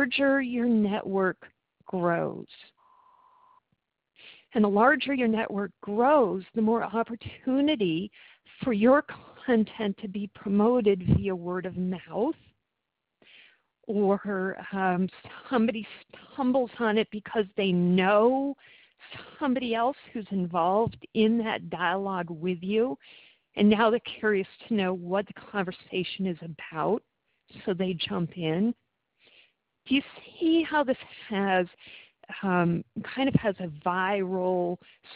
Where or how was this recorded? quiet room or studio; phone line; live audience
phone line